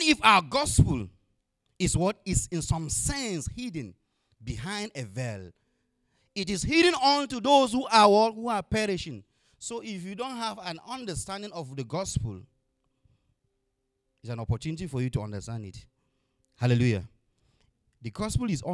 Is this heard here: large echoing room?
yes